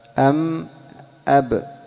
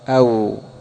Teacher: والسادس عشر الشفتان معا، وتخرج منها الباء الموحدة أب والميم أم والواو أو، إلا أنهما بإطباق مع الميم والباء أم أب بإطباق الشفتين وانفتاح مع الواو أو، وتسمى هذه الحروف شفوية لخروجها من الشفه.